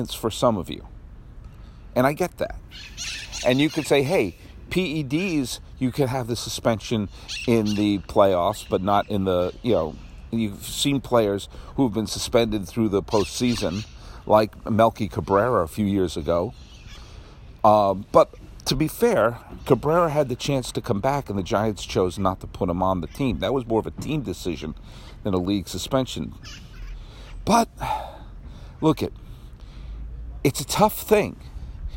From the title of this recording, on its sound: Outside Dodger Stadium